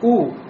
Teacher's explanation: Когда говорим у, мы не должны придать долготу. Не должны сказать у. · Term: домма